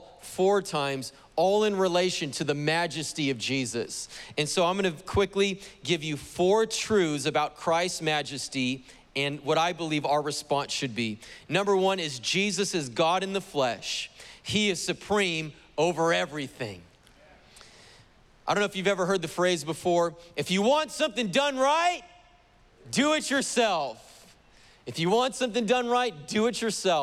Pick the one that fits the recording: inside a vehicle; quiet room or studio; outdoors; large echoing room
large echoing room